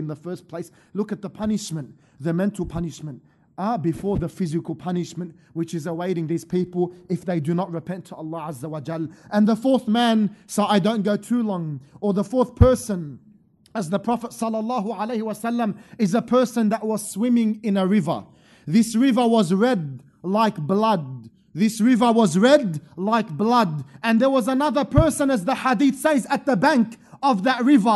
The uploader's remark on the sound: Special Event From Masjid Al-Azhar, Belmore